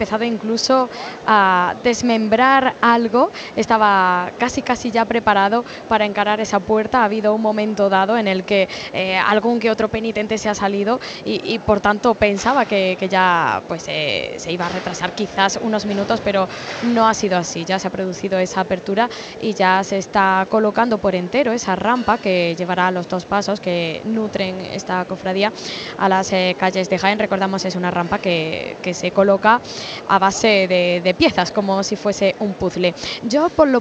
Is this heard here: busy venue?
yes